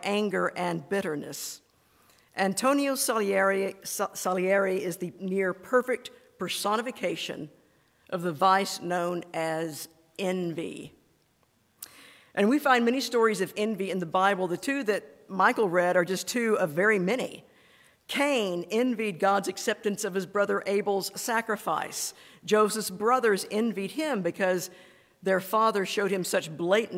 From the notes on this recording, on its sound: This is a recording of the scripture and sermon portion of our service on 2/25/24.